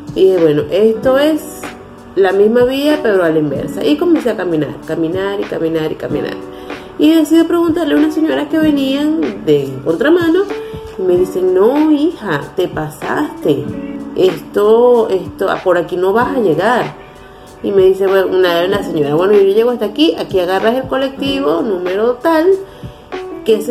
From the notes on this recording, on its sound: Recorded with: Telephone Motorola E5. Using Wondershare Filmora 9.